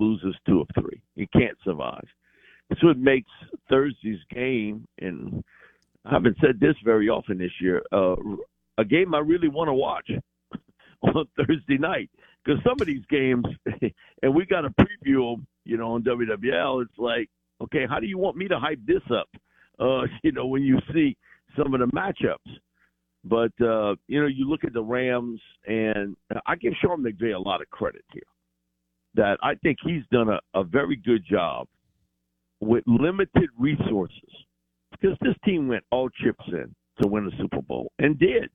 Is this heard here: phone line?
yes